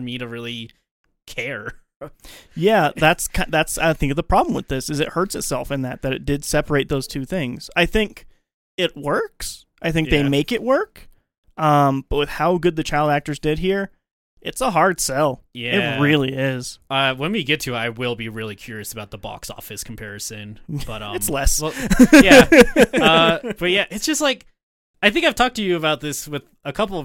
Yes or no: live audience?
no